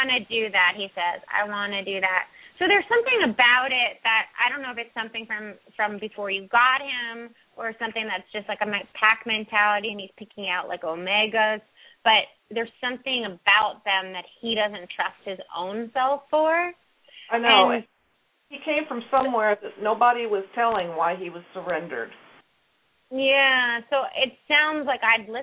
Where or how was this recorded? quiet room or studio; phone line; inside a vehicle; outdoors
phone line